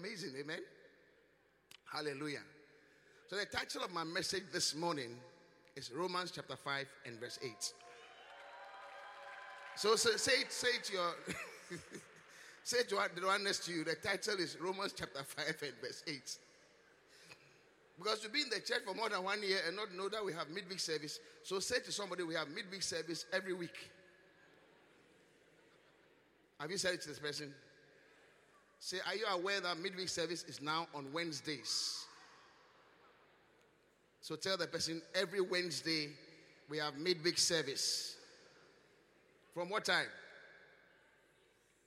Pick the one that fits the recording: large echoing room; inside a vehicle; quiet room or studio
large echoing room